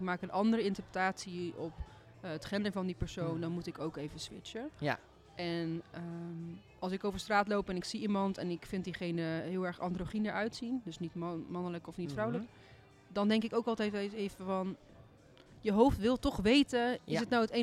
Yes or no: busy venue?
yes